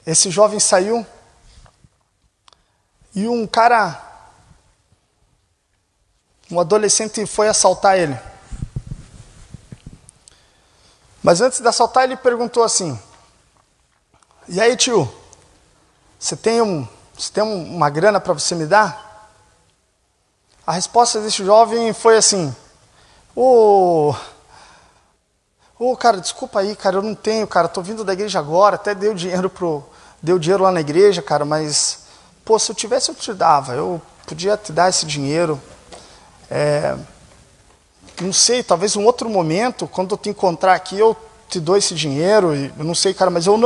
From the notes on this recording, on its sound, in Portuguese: Este programa é a captura de áudio da palestra. Durante a VII Semana Jovem do Café IPIC.